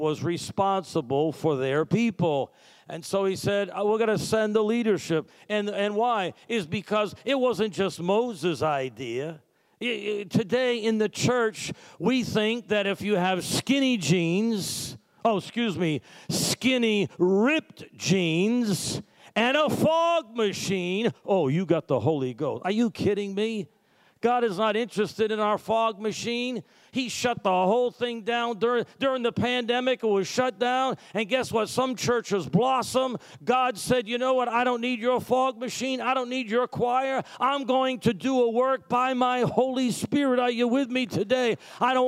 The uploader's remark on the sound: Sunday Service Recording